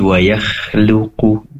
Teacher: pastikan kho tetap tebal walaupun dia berdampingan dengan ya yang memiliki sifat tipis. Jangan sampai terdengar tipis kho-nya dikarenakan berdampingan dengan ya, menjadi wayakhluku.